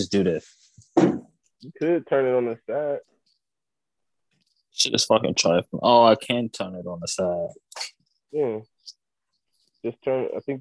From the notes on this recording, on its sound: ZOOMCAST.